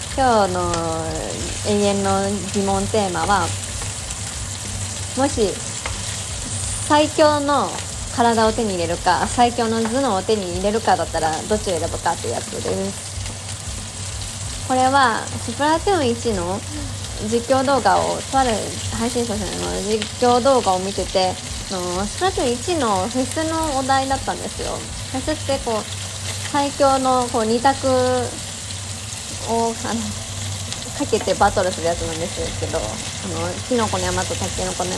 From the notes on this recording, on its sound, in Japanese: 音声最適化ボタンを押したらばちばち音が消えてしまったので、逆に残しました